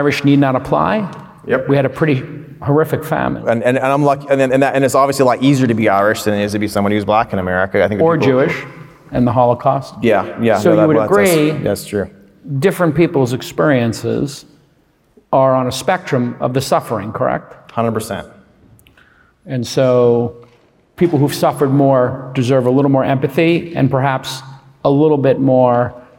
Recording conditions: live audience